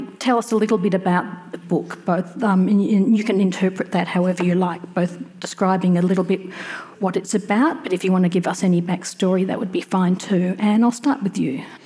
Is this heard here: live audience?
yes